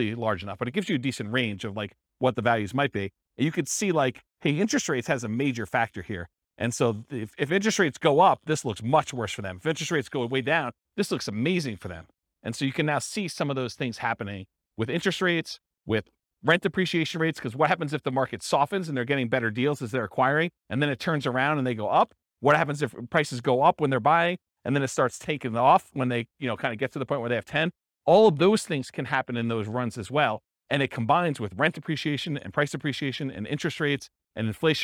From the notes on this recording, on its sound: This was a live class recorded